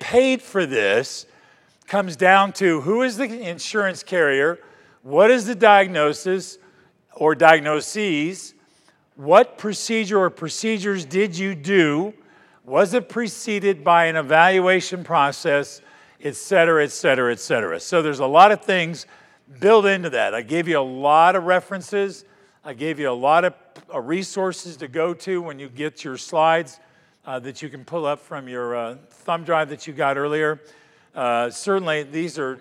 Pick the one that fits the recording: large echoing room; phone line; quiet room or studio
large echoing room